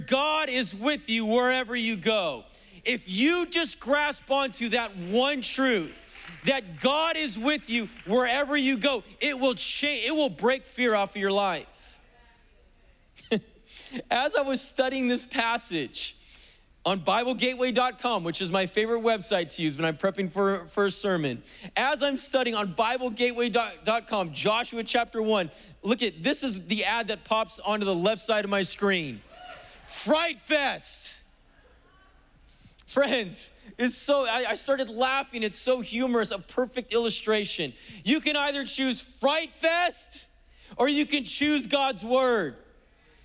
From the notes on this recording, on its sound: preached on October 3rd at the 11:30AM service